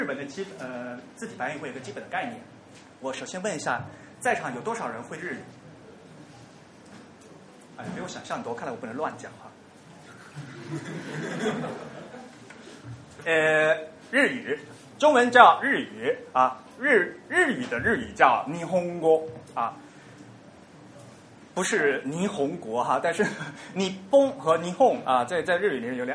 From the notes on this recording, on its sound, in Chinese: 于 7 月 16 日在同济大学中芬中心开讲。本期节目为现场录音的精选剪辑版。